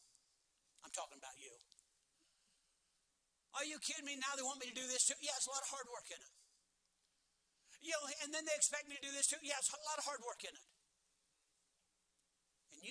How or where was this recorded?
large echoing room